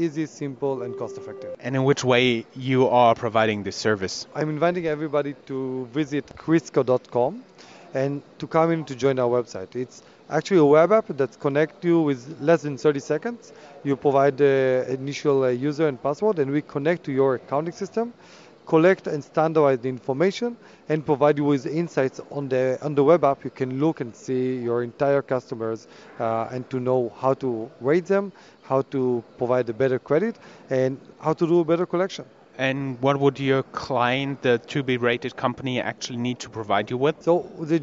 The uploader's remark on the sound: Roadtrip Interviews from #CODE_n Festival. Four short interviews in English, within this audio file.